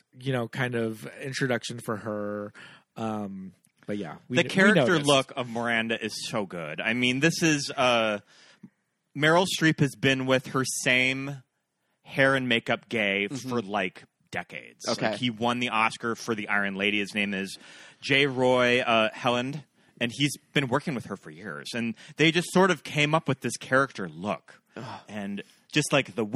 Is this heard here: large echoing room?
no